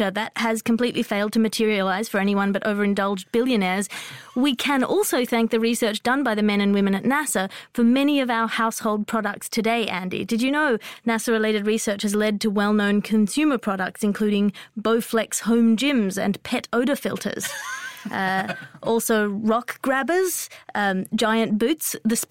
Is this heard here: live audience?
no